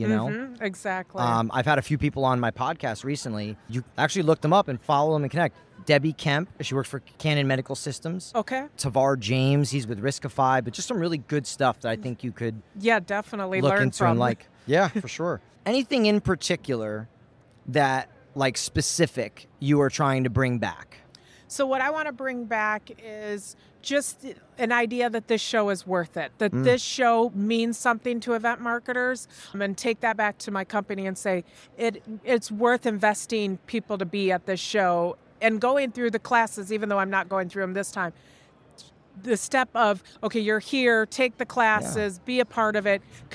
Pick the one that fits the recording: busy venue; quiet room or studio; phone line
busy venue